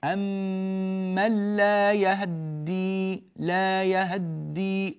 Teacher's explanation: فتحة سريعة، خفض الصوت مع الإسراع فيه، يذهب ثلث الحركة ويبقى الثلثان · Term: الاختلاس